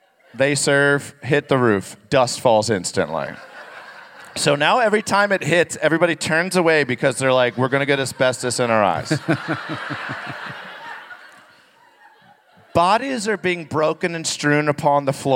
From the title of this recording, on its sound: Live from Minneapolis